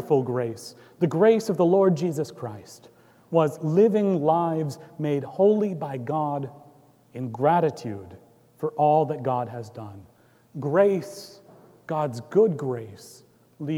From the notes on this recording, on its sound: Recorded live on September 9, 2018 at Trinity Presbyterian Church in Bixby, Okla.